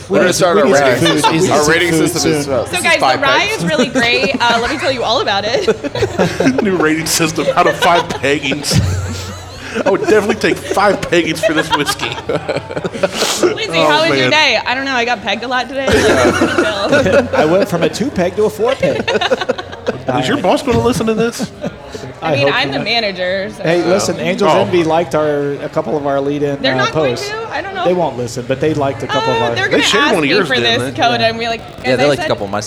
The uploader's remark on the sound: We were lucky enough to be invited on location at Balboa’s in Grandview.